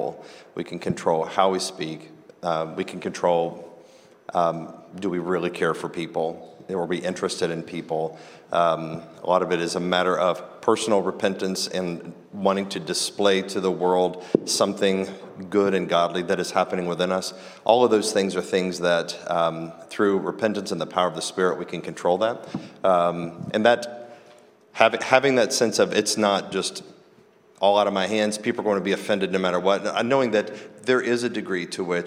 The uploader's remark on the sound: Live Conversation. This episode was recorded like at the 2023 King's Domain Conference, "Clear Speech for a Confused Age."